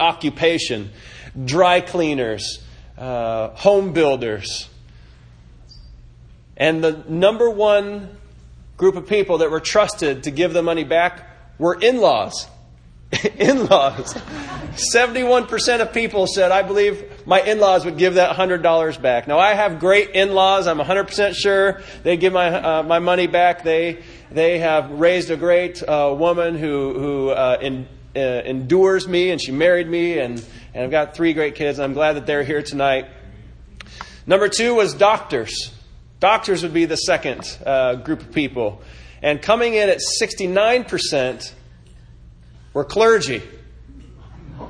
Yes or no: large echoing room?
yes